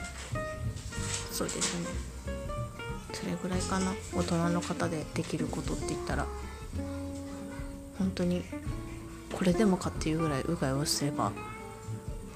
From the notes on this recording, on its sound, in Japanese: 音声に子供の声だけでなく、テレビの音が入っていたため音楽を初めて導入。